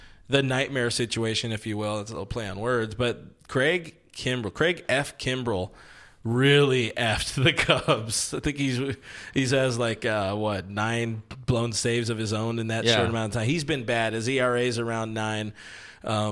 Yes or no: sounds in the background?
no